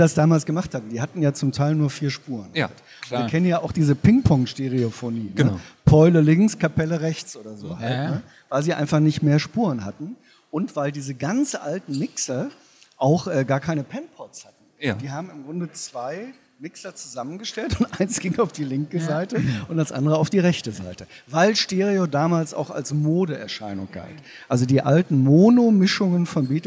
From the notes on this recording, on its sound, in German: spricht mit uns auf der LEaT con in Hamburg